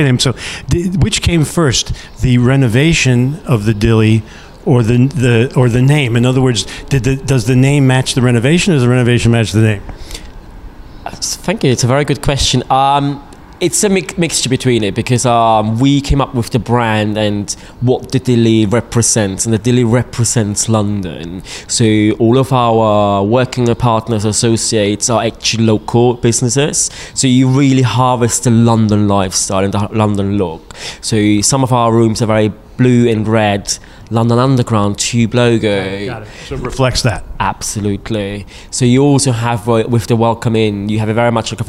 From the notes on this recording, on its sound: at the recent PROUD Experiences conference